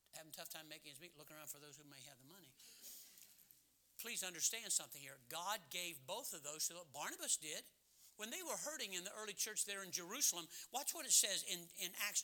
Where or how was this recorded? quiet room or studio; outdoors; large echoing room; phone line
large echoing room